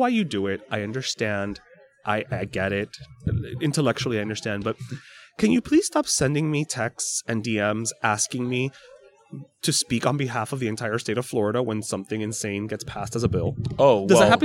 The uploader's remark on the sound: Live from The (Youth) Fair!